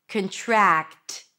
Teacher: Make sure that you don't add any vowels between the k and the t. Contract, if it's hard for you to connect consonants at the end.